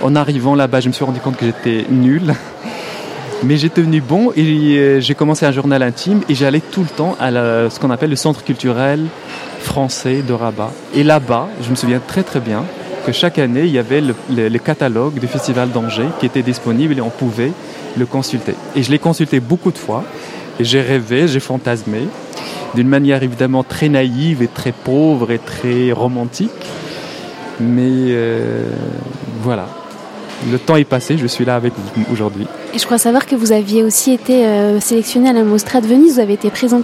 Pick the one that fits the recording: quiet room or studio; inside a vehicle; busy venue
busy venue